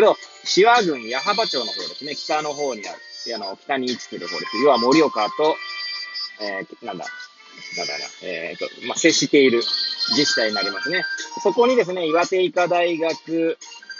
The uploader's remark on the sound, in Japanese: Airpods を付けた状態で、車中で収録しており、雑音などが入る可能性があり、ご容赦ください。